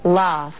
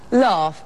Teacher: it's that A sound that happens in the middle of the mouth · Shown in: first take · laugh, whereas like laugh, if I'm talking like that, laugh.